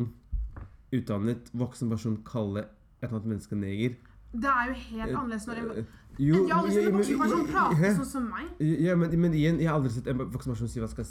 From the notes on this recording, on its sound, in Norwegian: Bakgrunns lydene dere hører er moren min som leser quran